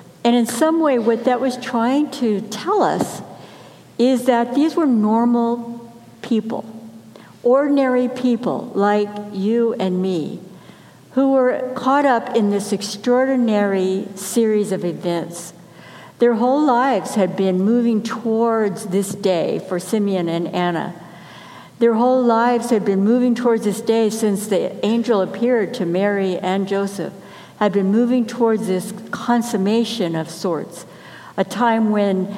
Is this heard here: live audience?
yes